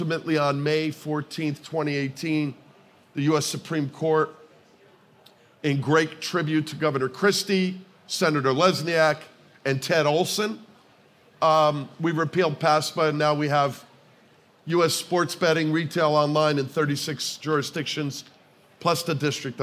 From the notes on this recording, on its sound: The two joined forces at SBC Summit Barcelona for a live version of The Safe Bet Show.